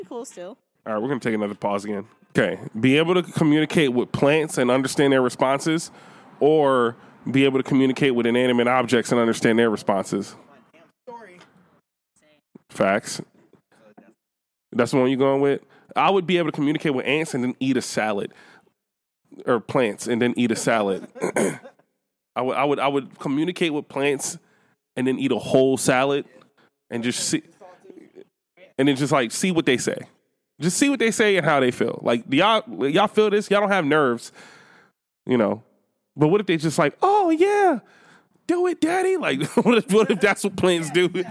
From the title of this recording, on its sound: Outside Edition